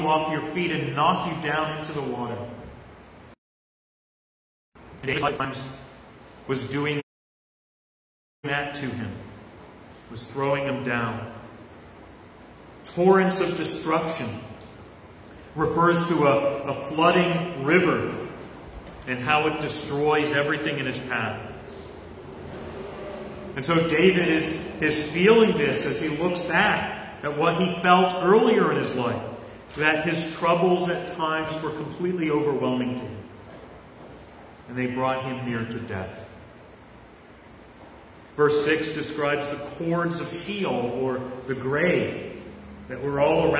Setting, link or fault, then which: setting, large echoing room